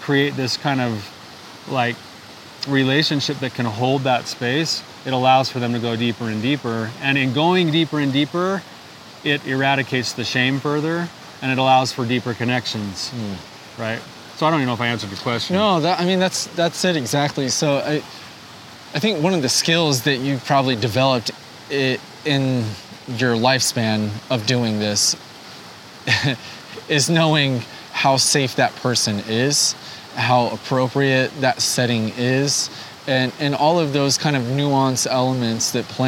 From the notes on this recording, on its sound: enjoy a beautiful day outside while discussing the topic of vulnerability